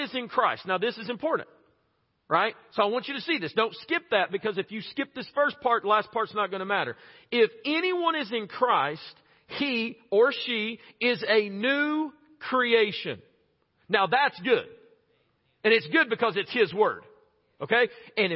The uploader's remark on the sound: preached this message at Chilhowee Hills Baptist Church in Knoxville, TN on March 6, 2022